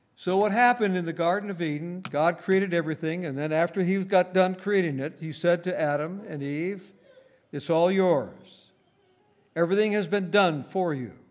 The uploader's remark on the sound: Recorded on January 20, 2019, at Grace Bible Fellowship in Front Royal, VA.